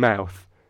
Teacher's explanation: the vowel in mouth is technically made of two vowels, a or u, sort of, technically.